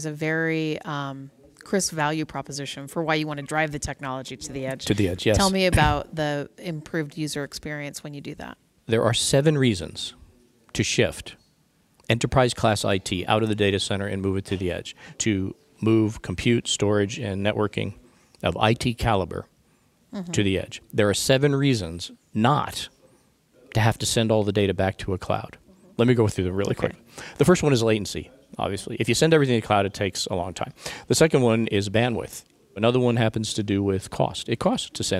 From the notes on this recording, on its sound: joins Intel live at NAB Show 2017